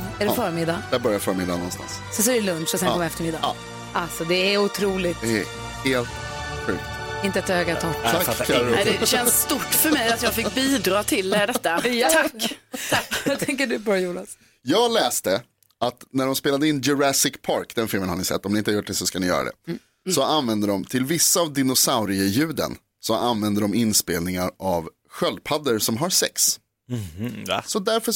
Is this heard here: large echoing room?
no